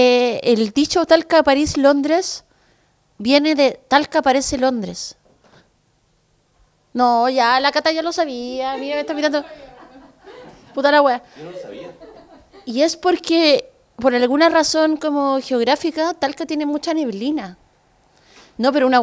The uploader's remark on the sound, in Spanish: Vuelven los conversatorios en vivo, con público y en la tremenda Cervecería Intrinsical Av. Brasil 88, Metro Los Héroes, Santiago .